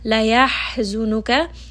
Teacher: Ha is going to be from the middle of the throat, and you are going to feel a bit of warm air